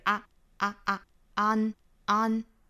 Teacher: 汉语里面这个韵母是 anan，但是英语里面这个开口度要更小